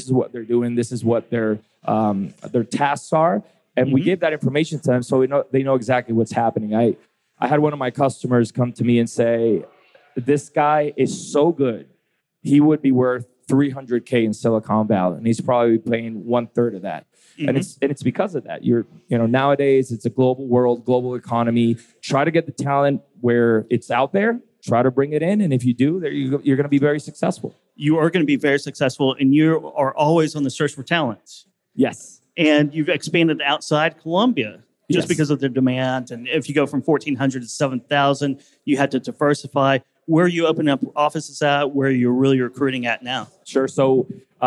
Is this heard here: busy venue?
yes